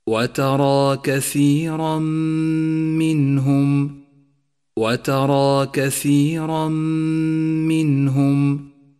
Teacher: التنوين وجاء بعده حرف الميم وهو حرف إدغام بغنة، والواجب هنا أن نسقط التنوين من اللفظ وأن نقف على حرف الميم بغنة زمنها حركتان · Term: الإدغام بغنة